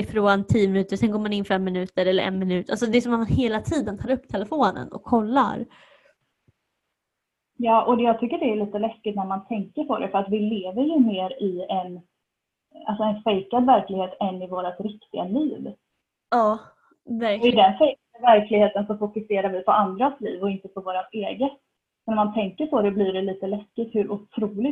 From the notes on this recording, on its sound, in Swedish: sämre ljudkvalité pga inspelning via zoom